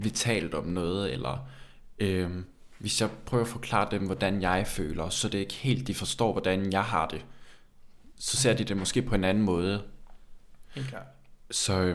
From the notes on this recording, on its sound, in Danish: hvor der er en del ekko, hvilket selvfølgelig kan høres